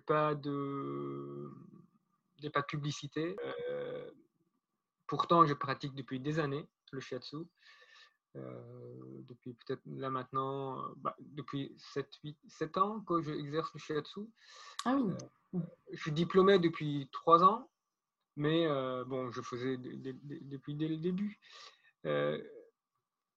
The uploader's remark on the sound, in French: Les conditions d'enregistrement ne sont pas optimales